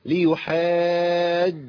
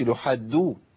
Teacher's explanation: التصاق لسان من وسطه، وسط اللسان مع سقف الحنك · Shown in: first take · معقولين سقف الحنك، التصاق مره واحده. · Term: الجيم